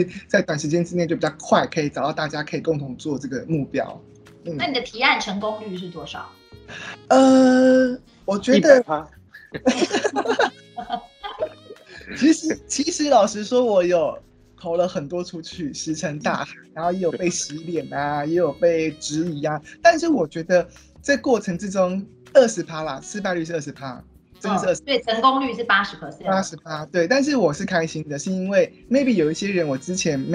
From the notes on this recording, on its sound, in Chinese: 本集節目全程使用 Microsoft Teams 遠距錄音